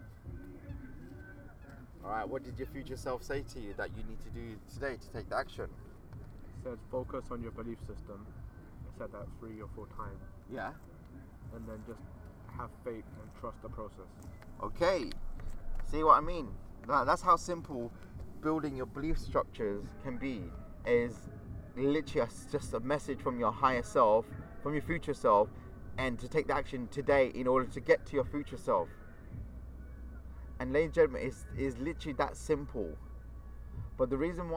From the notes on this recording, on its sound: The episode is recorded in the middle of a park at night! Featuring music from a nearby party and lots of ducks and geese! This time around we have also decided to post an episode uncut, so you can hear a bit of the background process of recording a podcast as well.